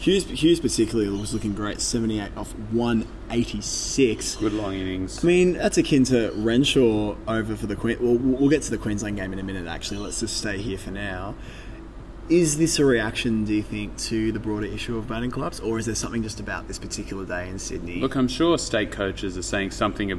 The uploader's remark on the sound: In this episode we take you to the action live from the SCG